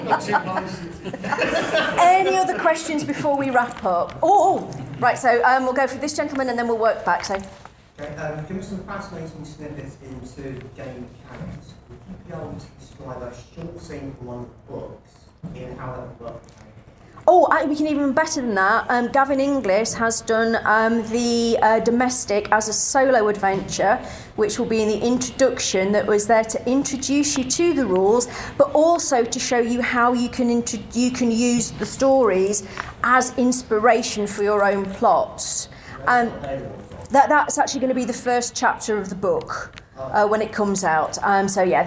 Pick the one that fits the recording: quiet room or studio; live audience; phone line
live audience